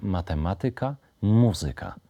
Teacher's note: akcent na trzecią sylabę od końca mają wyrazy obce zakończone na ika albo yka